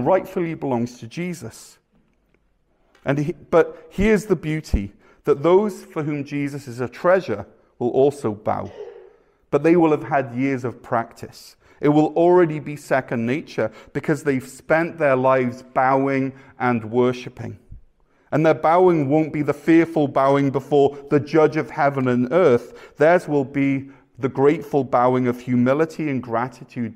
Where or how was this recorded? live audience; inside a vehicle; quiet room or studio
live audience